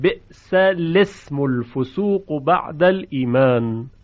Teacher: چون همزه از نوع وصله این همزه ساقط میشه و میماند ال ال اسم. · Term: همزه وصل